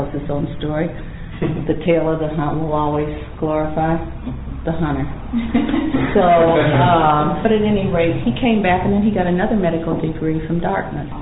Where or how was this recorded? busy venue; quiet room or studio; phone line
busy venue